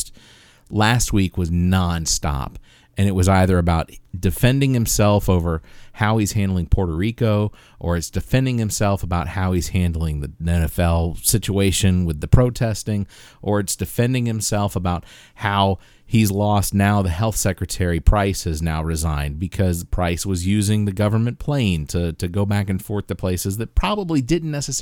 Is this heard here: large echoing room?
no